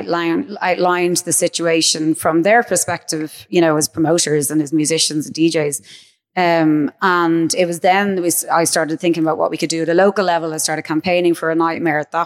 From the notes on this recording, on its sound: Our Culture Night event in the Fruit and Veg market in Dublin. Here's a recording of that talk.